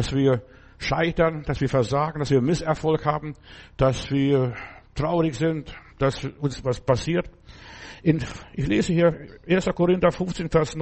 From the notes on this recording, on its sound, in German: November 2023 im Gemeinde-Zentrum in Berlin aufgenommen.